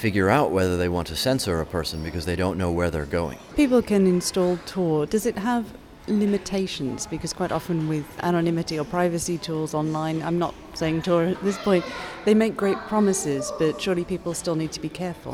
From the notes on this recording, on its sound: special audio for you from the newly concluded 3rd Arab Bloggers Meeting in Tunisia